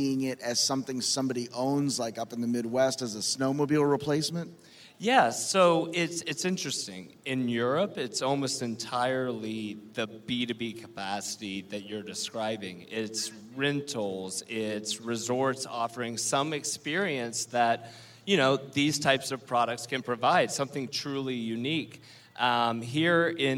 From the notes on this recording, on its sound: LIVE from LONG BEACH.